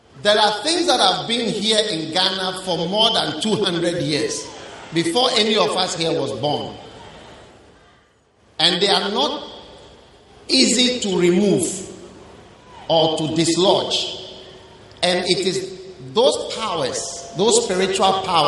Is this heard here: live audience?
yes